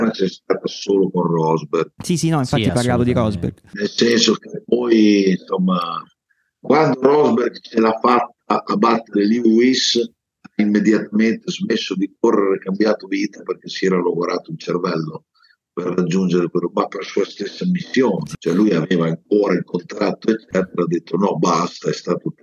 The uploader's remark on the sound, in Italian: scusate per qualche problemino audio ma Zoom ha deciso di sabotarci